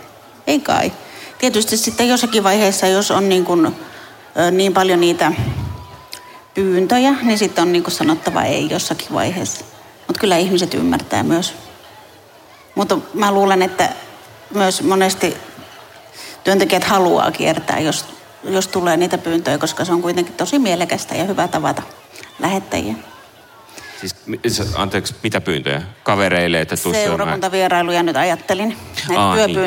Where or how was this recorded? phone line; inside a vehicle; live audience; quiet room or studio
live audience